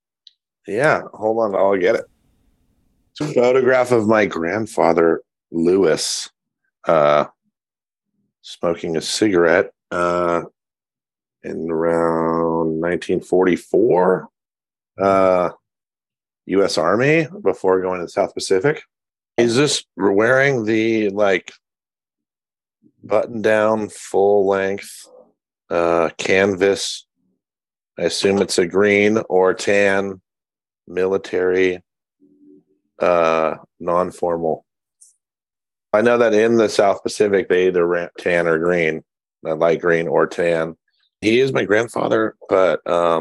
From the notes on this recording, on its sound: chatted via Zoom